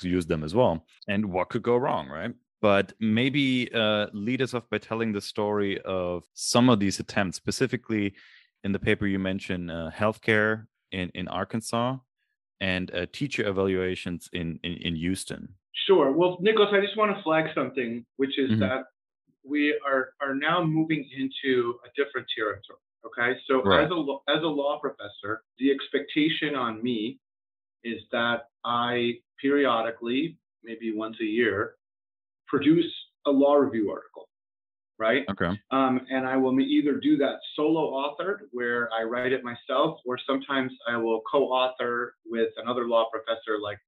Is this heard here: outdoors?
no